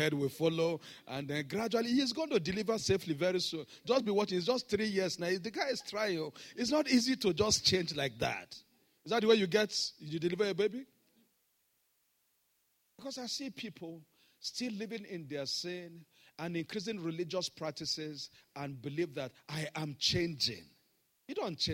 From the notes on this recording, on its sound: This Sunday Service message